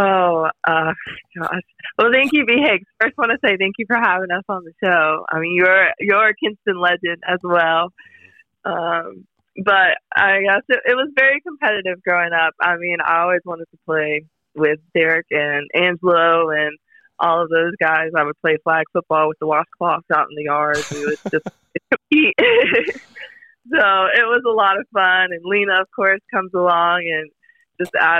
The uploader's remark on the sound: Join us live in the studio and on the phone from Dallas.